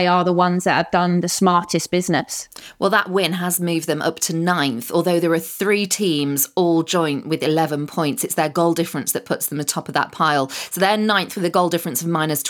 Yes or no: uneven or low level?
no